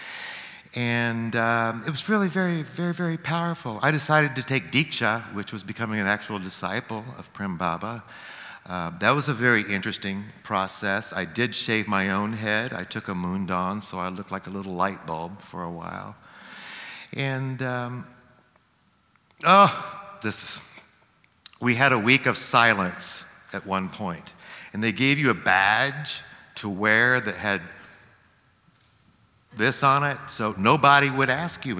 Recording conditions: live audience